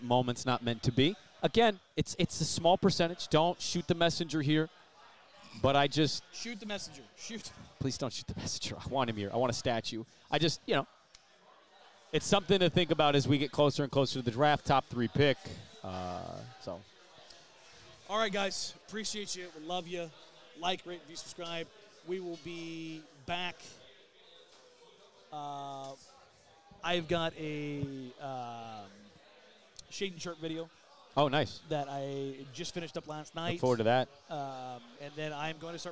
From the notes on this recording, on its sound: Live reactions from the Lottery show. On location at Brix Tavern in the Pearl.